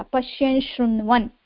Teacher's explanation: नकारस्य स्थाने दन्त्यनकारस्य स्थाने तालव्य अनुनासिकवर्णस्य आदेशः भवति, शकारः परः अस्ति इति कृत्वा · Term: स्तोश्चुनाश्चुः